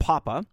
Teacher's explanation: contains the P sound in conjunction with the open vowel ah, as in the English word papa and its variant forms pops, papa, and poppy.